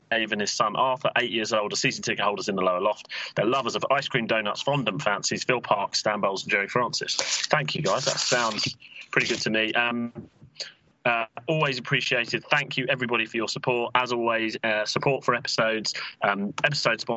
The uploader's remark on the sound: Due to difficult circumstances, we can't all be in the same room this week so this is our first ever Skype podcast. Apologies for any audio glitches, especially early in the podcast.